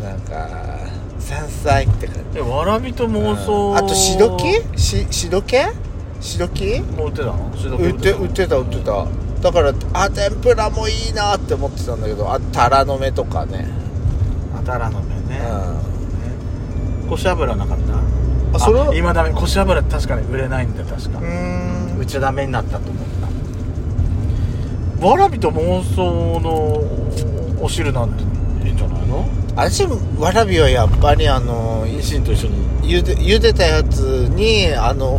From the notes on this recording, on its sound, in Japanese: 久々のロードノイズが入ってます。2人組。ドライブ収録 #ロードノイズごめんね。